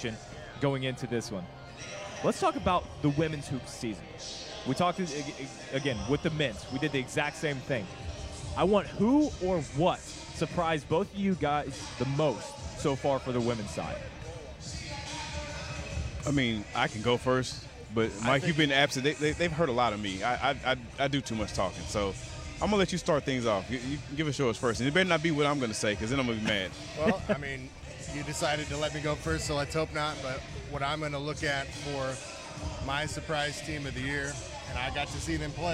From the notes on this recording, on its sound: Live On-Site at FGCU. The crew reports live from the Alico Arena in Fort Meyers, Fla.